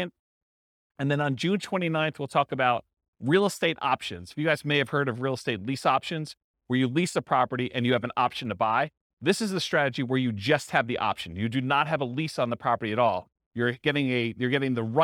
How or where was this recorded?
live audience